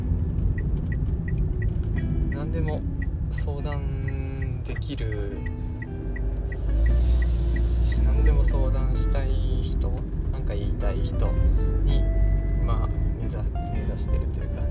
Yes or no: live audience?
no